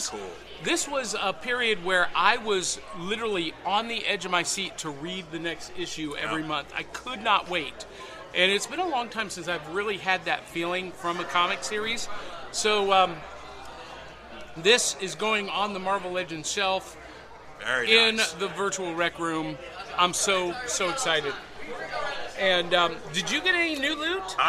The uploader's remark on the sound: Live From The National Corvette Museum Comic & Toy Show!